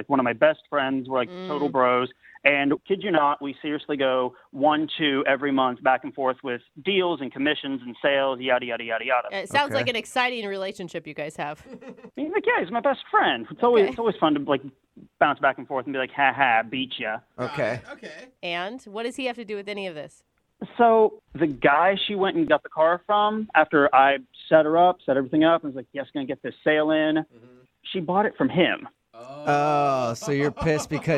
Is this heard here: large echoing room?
no